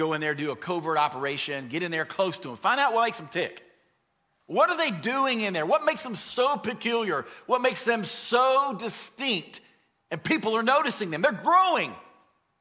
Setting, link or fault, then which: setting, large echoing room